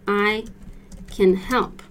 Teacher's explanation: Since can is an unstressed word, we stress the verb after it.